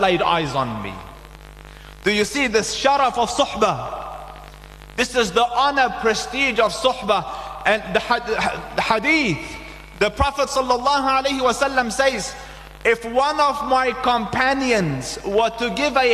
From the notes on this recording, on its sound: delivered the guest lecture at Masjiedul Furqaan in Lansdowne